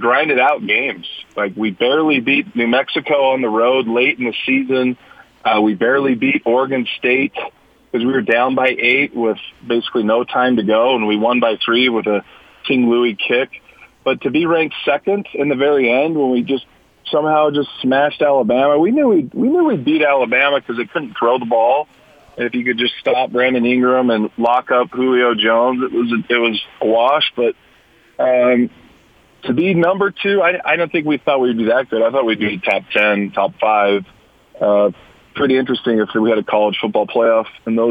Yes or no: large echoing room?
no